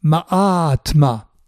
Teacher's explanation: syllabe courte suivie de deux syllabes longues